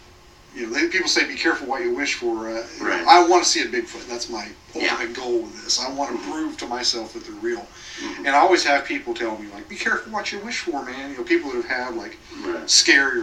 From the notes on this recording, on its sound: AUDIO QUALITY WARNING: Not the best audio.